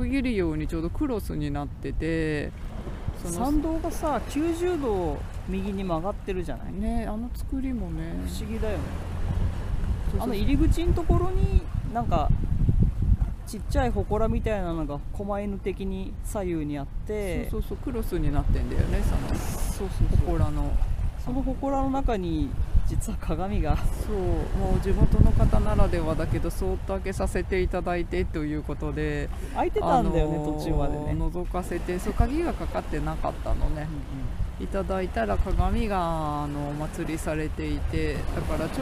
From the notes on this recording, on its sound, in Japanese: 今回の収録は気分を変えて浜辺に場所を移して富士山を目の前に昨年晩秋に富士山を訪れた時の話をしています。